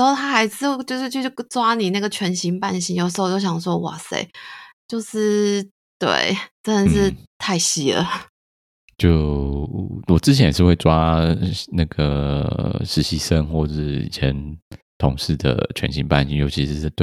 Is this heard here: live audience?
no